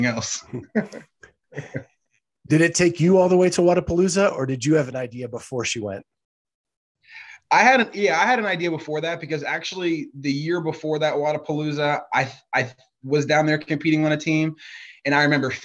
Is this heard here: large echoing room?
no